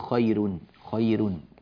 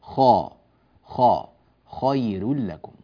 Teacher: كذلك مما ننبه إليه تفخيم الخاء من كلمة خير · Shown in: second take · بعض الناس مع ترقيق الياء وترقيق الراء يرقق الخاء كذلك